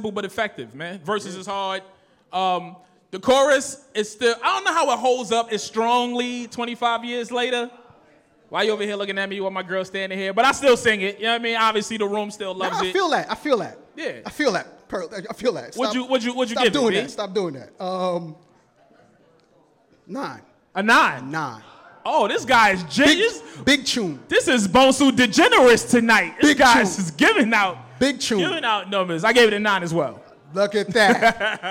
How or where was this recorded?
live audience